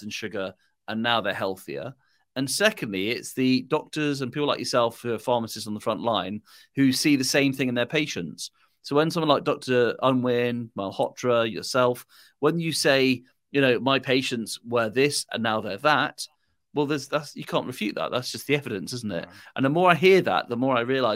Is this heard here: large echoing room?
no